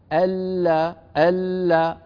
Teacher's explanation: اللام لا ينقطع صوتها، فيها جريان يعني جزئي للصوت